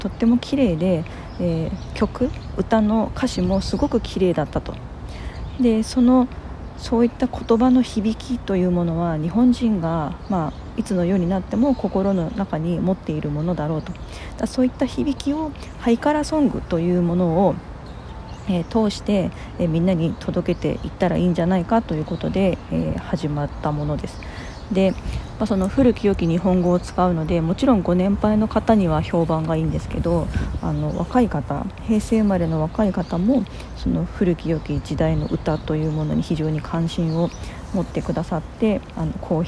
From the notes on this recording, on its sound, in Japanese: From Radiotalk。神戸三宮の東遊園地にて収録いたしました〜。途中、風が強くて聞きづらい箇所があります。